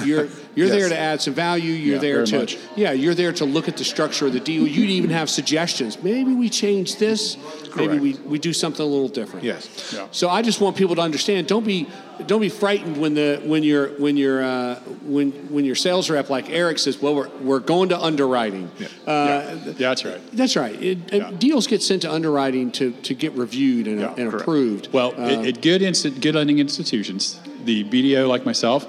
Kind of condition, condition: setting, busy venue